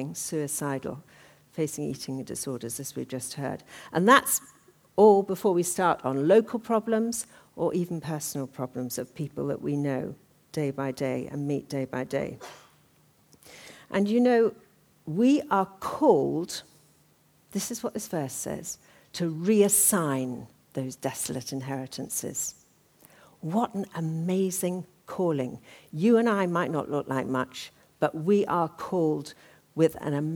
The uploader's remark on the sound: talk from the 2013 Women and Leadership Conference